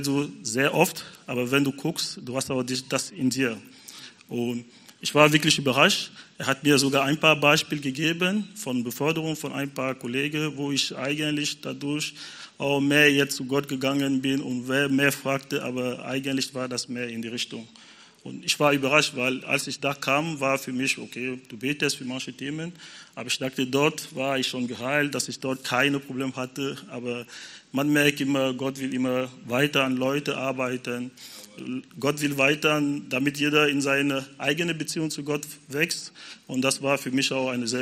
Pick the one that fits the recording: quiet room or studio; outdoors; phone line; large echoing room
large echoing room